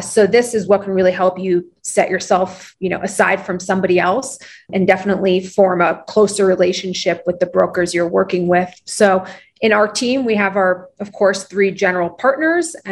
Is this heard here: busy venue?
no